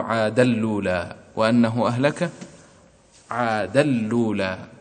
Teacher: ثم نحن واصلون نصل عادا بالأولى، فهمزة الوصل سقطت ليست موجودة، فبقيت كلمة عادا وكلمة لولا، يعني سقطت الهمزة، فهنا العبارة تحولت عادا ولولا، فندغم التنوين في اللام